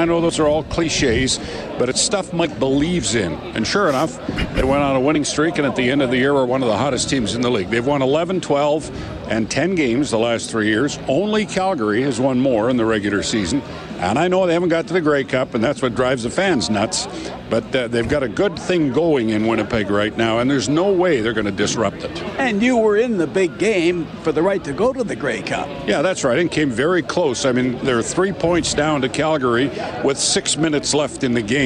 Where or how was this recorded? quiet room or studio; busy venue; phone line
busy venue